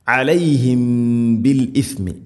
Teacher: സാക്കിന മീമിന് ശേഷം ബാ ഇഖ്ഫ ഷഫവി എന്ന് പറയാം. മീമിനെ അവ്യക്തമാക്കി മണിക്കണം